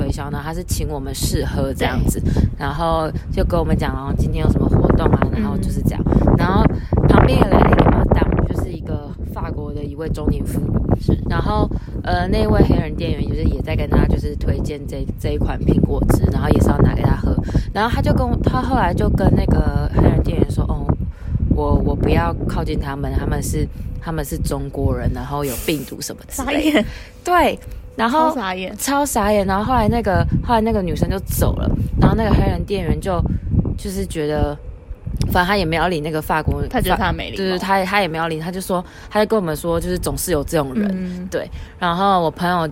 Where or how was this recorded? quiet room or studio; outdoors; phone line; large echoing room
outdoors